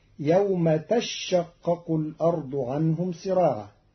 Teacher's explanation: قرأ قالون كلمة تشقق بتشديد الشين الأولى فتصير يوم تشقق الأرض عنهم سراعا على أنه تتشقق خففت بإبدال التاء الثانية شينا وإدغامها في الشين.